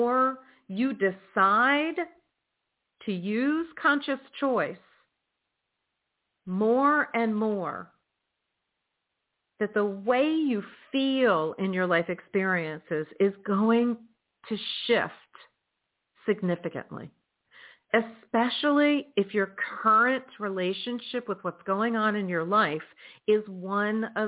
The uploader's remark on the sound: in response to callers' questions